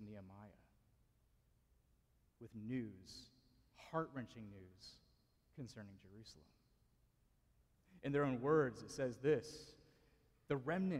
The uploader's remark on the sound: Preached at Mercy Presbyterian Church, PCA (Forest, VA).